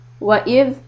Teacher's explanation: tip of the tongue out, hold the sound a little bit so it doesn't bounce back